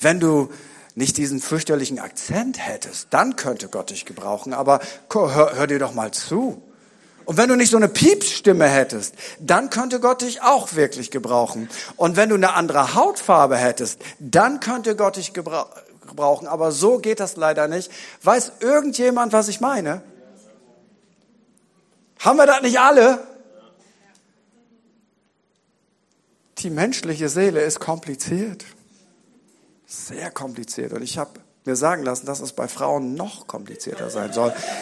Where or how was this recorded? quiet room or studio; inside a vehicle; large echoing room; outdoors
large echoing room